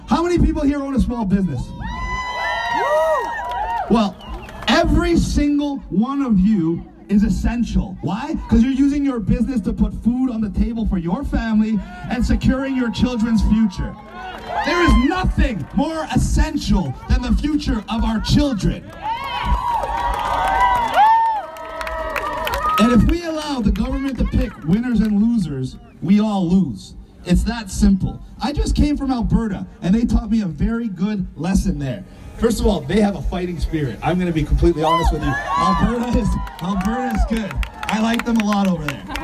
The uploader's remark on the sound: This podcast is a partial recording of one of his rally’s on Sunset Beach in Vancouver on April 20th 2021.